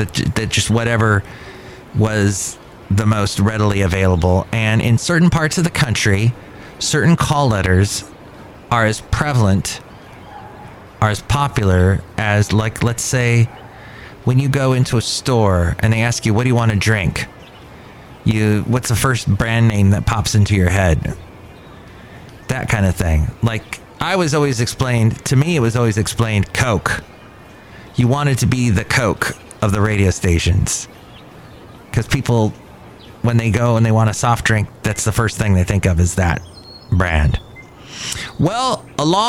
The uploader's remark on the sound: podcasts live from Cafe Anyway